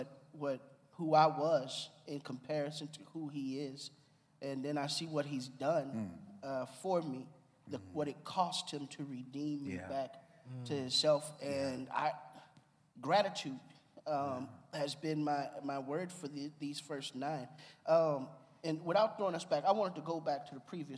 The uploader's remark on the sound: Live Discussion Q &. The Pastors of Faith Community come together and give a live Q&A.